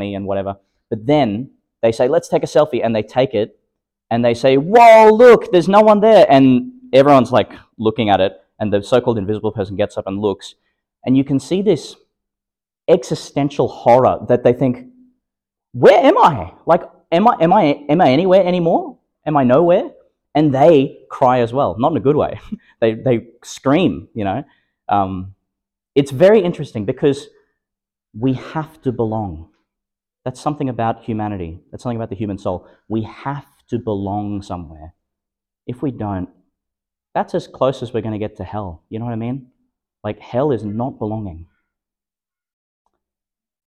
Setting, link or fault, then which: setting, large echoing room